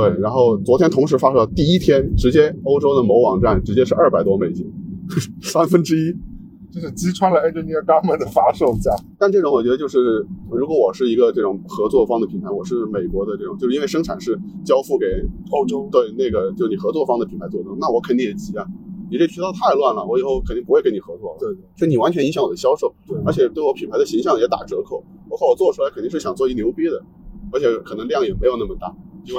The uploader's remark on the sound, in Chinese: 本期为户外录音，音质不佳敬请谅解。